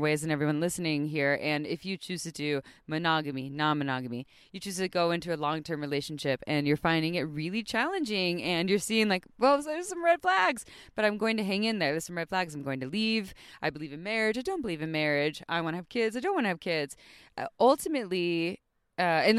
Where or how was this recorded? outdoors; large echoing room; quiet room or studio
outdoors